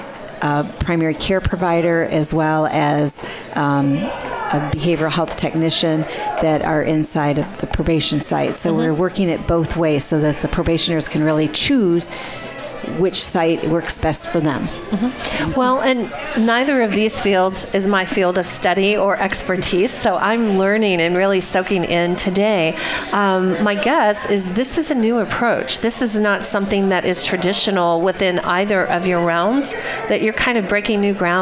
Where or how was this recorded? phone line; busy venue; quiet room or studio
busy venue